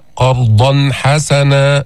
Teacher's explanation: أتينا بالإظهار إظهار التنوين عند الحاء